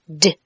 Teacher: 舌尖抵住上齿龈憋气然后用力将舌尖弹开震动声带 · Term: 浊辅音